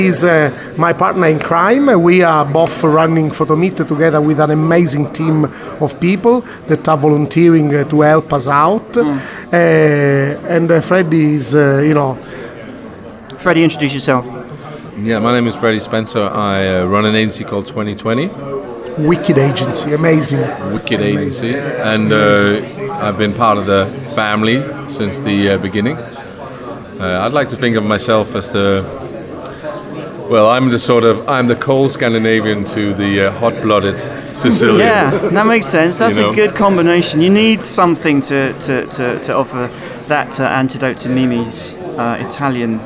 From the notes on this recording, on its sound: This is a special episode from Offspring Photo Meet, an annual gathering here in London. I went down there to sample the atmosphere, see what it was all about, find out what had brought people there.